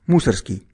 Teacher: произносил свою фамилию с ударением на первый слог и без буквы «Г» – Мусоргский.